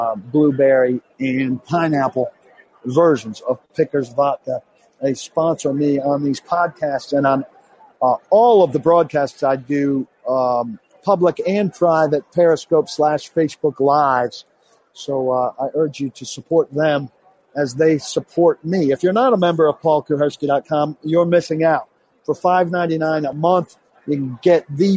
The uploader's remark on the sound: live from Radio Row in Minneapolis - site of Super Bowl LII